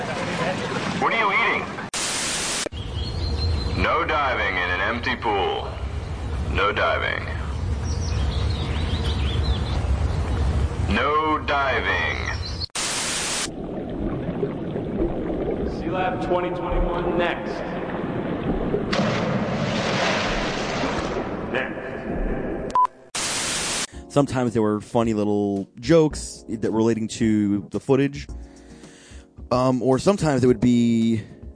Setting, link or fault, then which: link, phone line